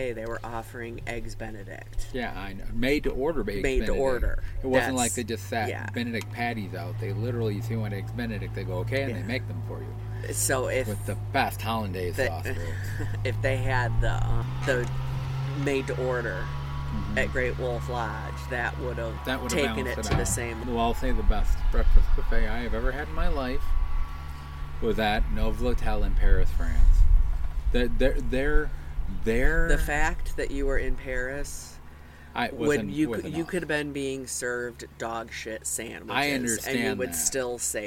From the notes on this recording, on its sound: This episode we record out on our quarterdeck on the first nice day we have seen lately.